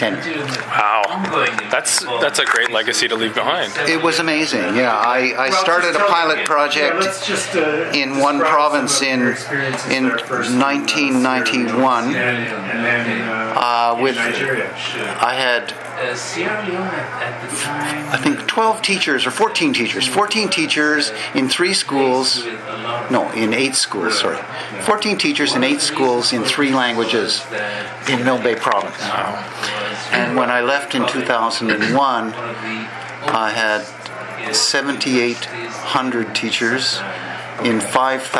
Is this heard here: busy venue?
yes